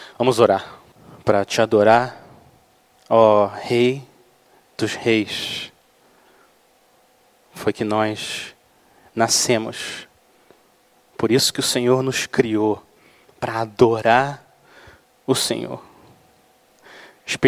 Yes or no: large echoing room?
yes